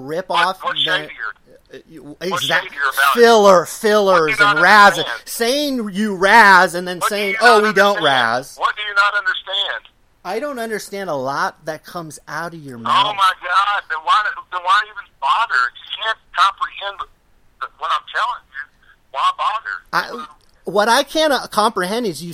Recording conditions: phone line